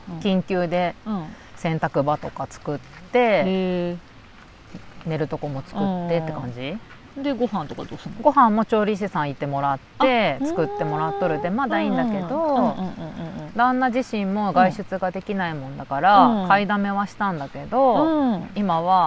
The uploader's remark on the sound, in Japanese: ひるがの高原キャンプ場で姉妹収録しました